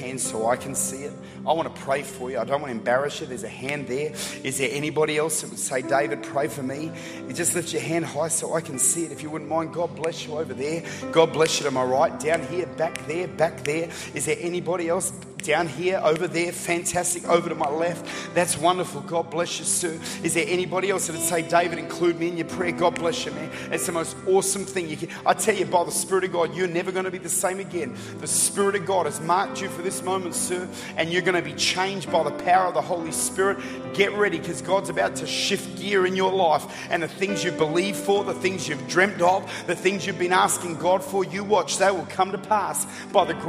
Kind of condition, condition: setting, large echoing room